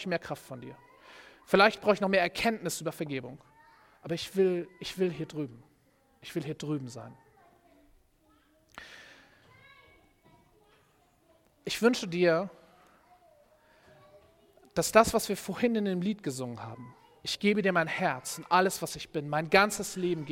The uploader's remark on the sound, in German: Predigt im Rahmen des GreifBar+ Gottesdienstes